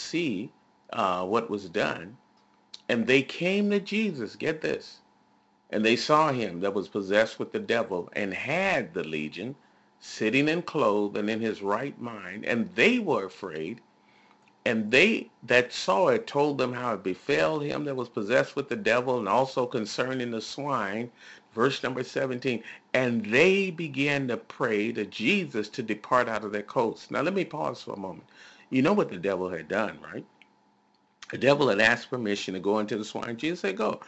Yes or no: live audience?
no